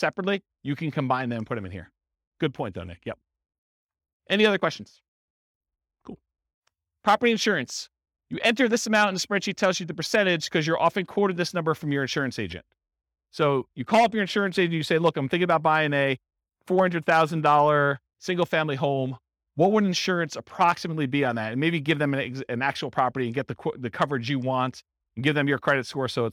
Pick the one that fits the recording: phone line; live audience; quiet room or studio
live audience